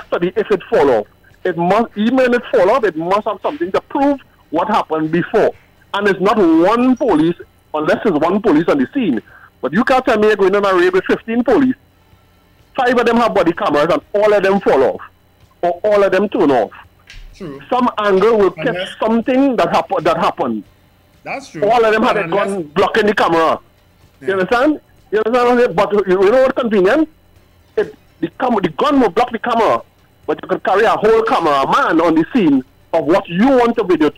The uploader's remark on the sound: we take more calls from the audience